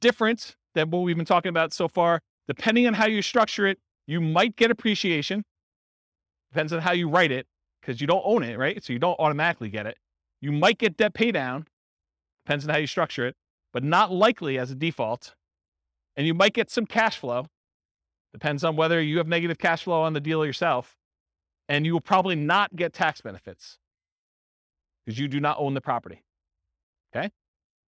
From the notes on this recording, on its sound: This was a live class recorded. Charlotte, North Carolina.